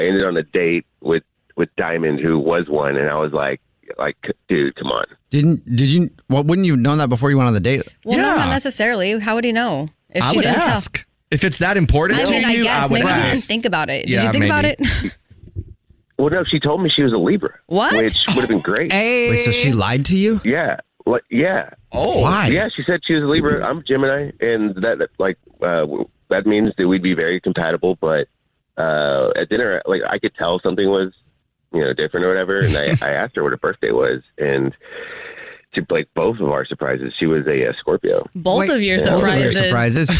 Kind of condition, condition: link, phone line